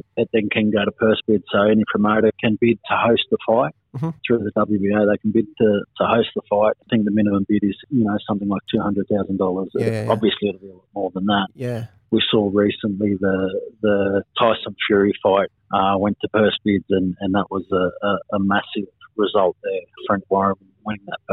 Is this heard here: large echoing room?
no